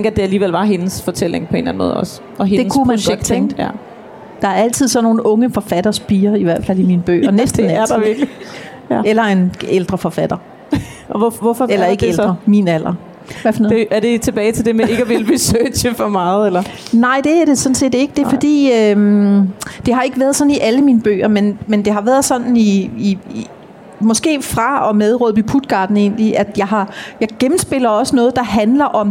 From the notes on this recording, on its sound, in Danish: Dette afsnit er optaget live fra Bogklubbens scenen på Bogforum 2018.